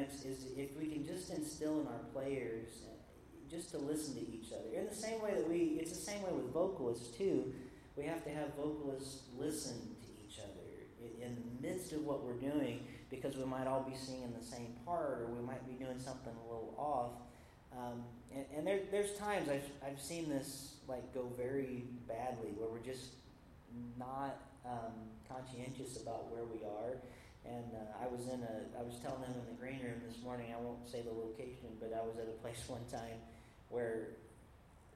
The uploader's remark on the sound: Recorded live at the Empower the Church conference at Lima Community Church of the Nazarene in Lima Ohio.